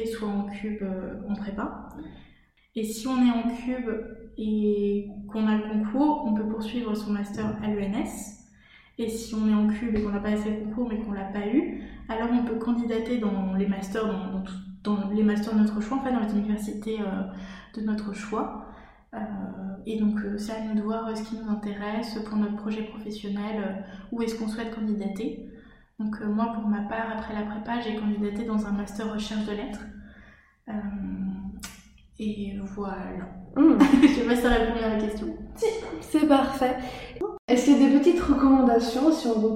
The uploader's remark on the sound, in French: Nous avons enregistré cet épisode en plein déménagement de mon appartement qui était alors presque vide, aussi nos voix résonnent quelque peu, je vous prie de m'en excuser !